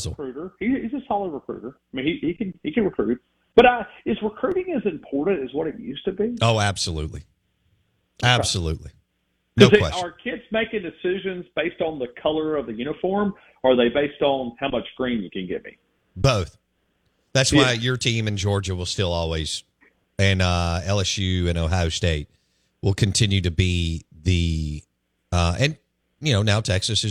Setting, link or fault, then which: link, phone line